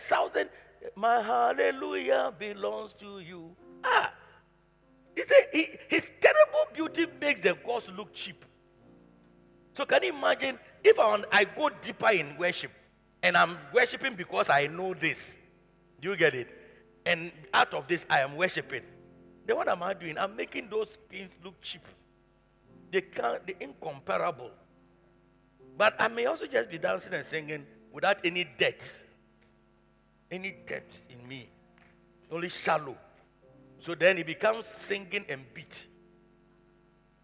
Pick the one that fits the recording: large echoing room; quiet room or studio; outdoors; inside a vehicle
large echoing room